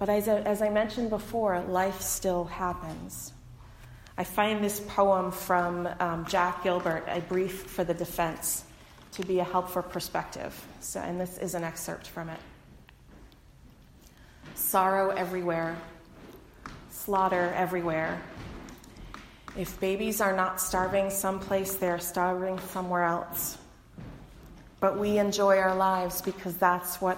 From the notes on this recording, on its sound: delivered on Sunday, February 23, 2020 at the Unitarian Universalist Congregation in Andover